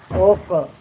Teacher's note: اس کا مخرج زبان کی جڑ اس کے مقابل پر کا تالو، یہ کاف موٹا والا کاف.